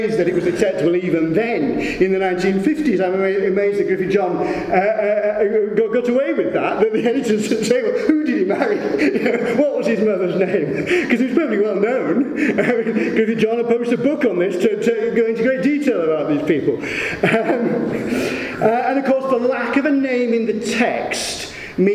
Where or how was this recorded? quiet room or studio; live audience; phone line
live audience